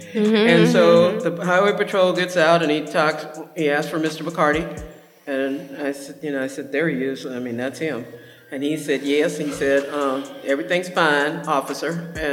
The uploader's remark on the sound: Recorded live on April 15, 2023 on site at The Griot Museum of Black History in collaboration with Counterpublic, a civic exhibition that weaves contemporary art into the life of St.